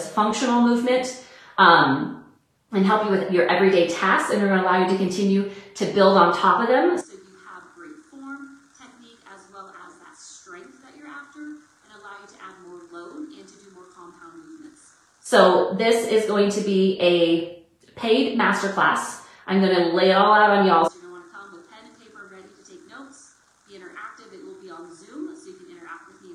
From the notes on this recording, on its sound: I APOLOGIZE AS THE AUDIO QUALITY IS NOT WHAT I WOULD NORMALLY PUT OUT.